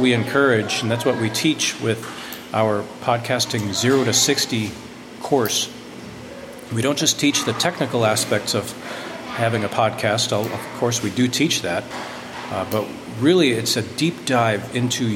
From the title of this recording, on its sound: Live from the U'u Dam Coffee Shop in Downtown EcoPark!